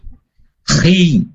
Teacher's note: Kha dan ghain itu ada sisi tipisnya ketika berharokat kasroh